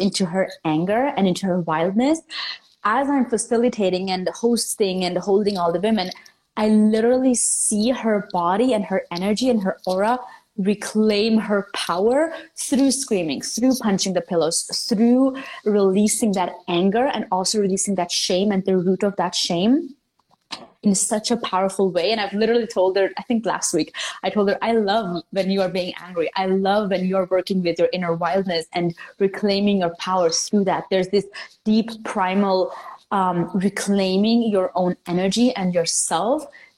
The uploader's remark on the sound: This is an IG Live turned into Podcast Episode.